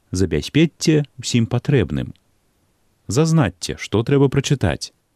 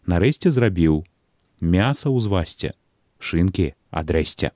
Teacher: формы з падоўжаным «те» і прыпадобненым «се» трэба разглядаць як сістэмна апраўданыя вымаўленчыя варыянты, прыдатныя для культывавання ў літаратурным маўленні.